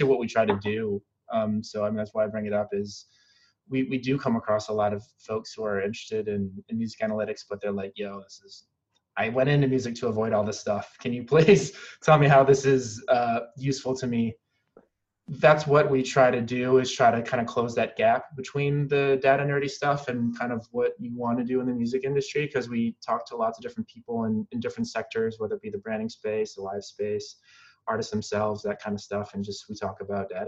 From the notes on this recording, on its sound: In this live webinar